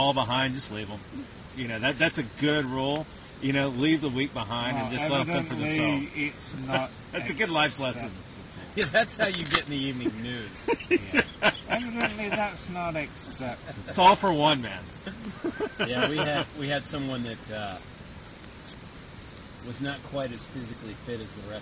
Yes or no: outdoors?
yes